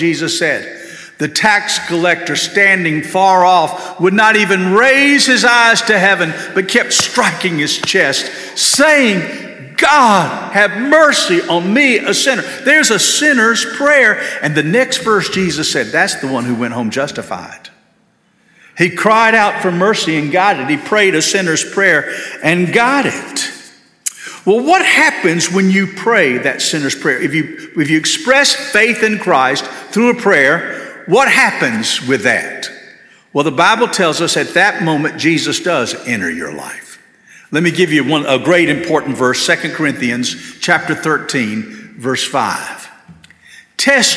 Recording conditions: large echoing room